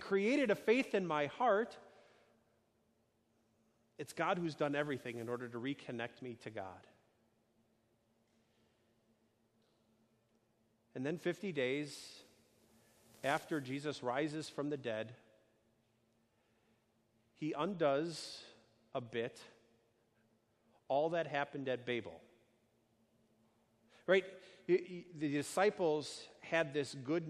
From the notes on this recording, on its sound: A sermon delivered on Sunday, June 9, 2019, at Our Savior Lutheran Church in Birmingham, AL